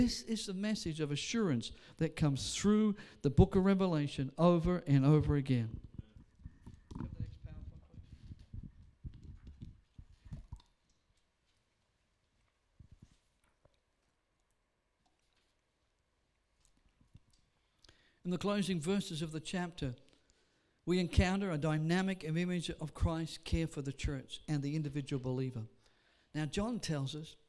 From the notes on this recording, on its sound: Sunday service preaching recorded on 11th of August.